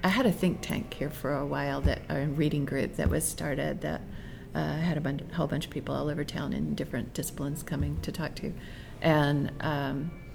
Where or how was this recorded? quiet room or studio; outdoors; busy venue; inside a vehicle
busy venue